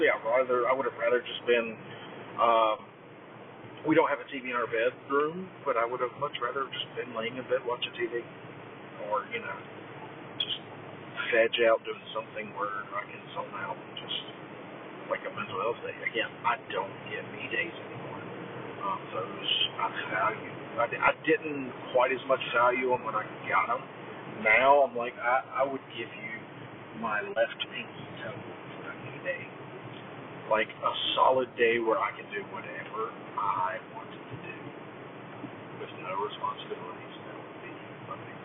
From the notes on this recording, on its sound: This is the final day of the poor audio